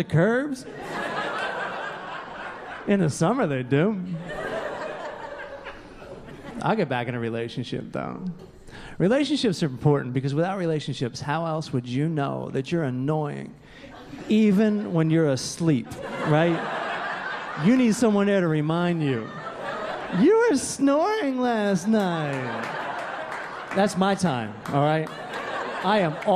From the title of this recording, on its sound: Stand Up Comedy Live Gotham Comedy Club